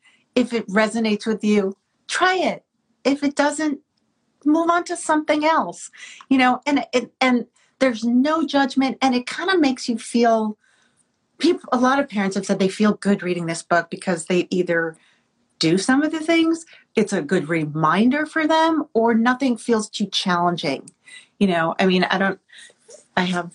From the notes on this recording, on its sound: Via IG Live— and we’re now releasing the event’s audio as a special episode!